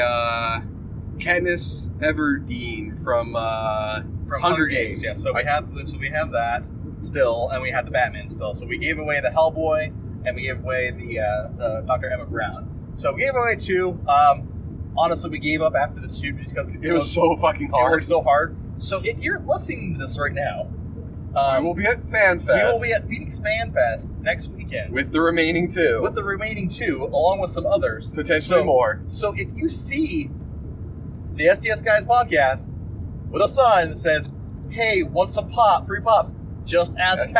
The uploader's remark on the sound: Podcasting in a Car (Tucson Comic Con Recap). This week the guys go on a road adventure to Tucson Comic Con 2017. No mixers or high end processing in this episode, the guys podcast from the car. Their road trip down to Tuscon, Arizona!